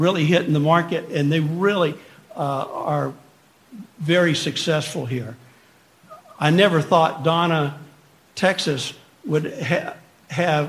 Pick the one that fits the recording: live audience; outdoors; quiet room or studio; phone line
live audience